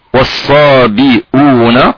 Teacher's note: لوش رحمه الله يسقط الهمزة في الكلمتين تحذف الهمزة مع حركتها ويضم قبلها لأجل الواو